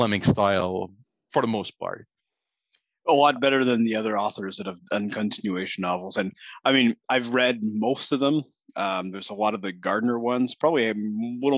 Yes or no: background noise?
no